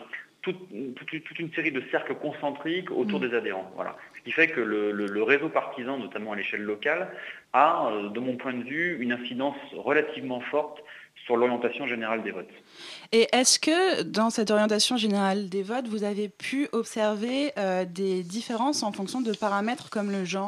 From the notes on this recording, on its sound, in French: nous recevons d’abord par téléphone